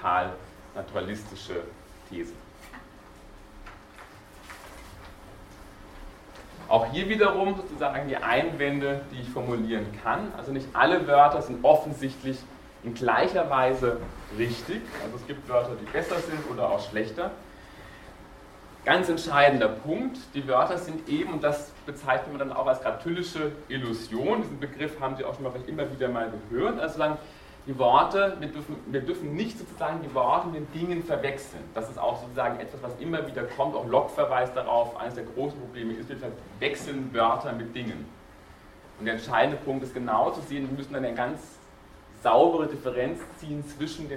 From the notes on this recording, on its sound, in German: Diese Vorlesung wurde von Studierenden aufgenommen